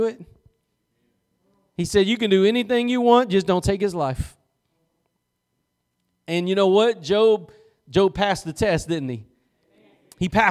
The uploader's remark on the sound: Preached at Gospel Lighthouse in Bossier City, La.